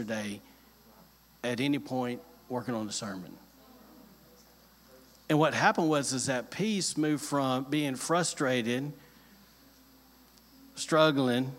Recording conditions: large echoing room